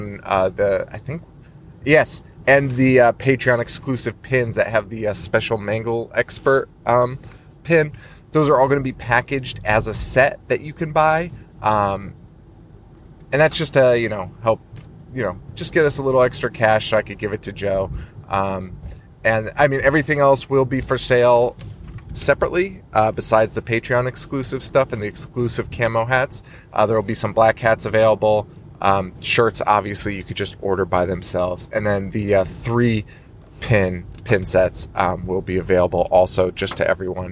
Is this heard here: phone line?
no